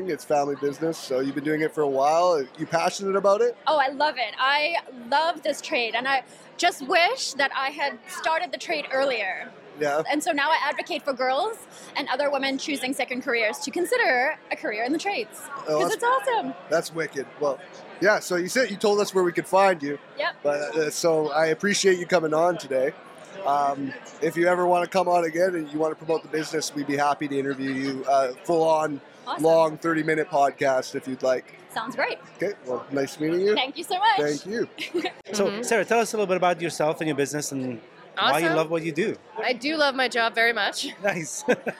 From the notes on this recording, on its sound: recording at the Tri-Cities Chamber of Commerce Business Showcase where they interview multiple people from many different industries